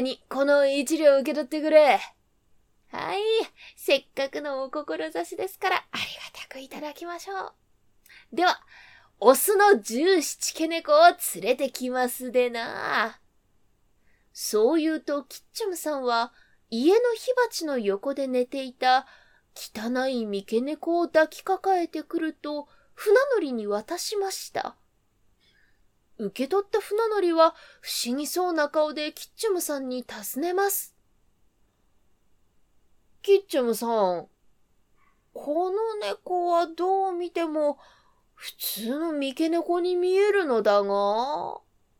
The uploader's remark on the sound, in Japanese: 自宅録音ですのでノイズなどはご了承くださいませ。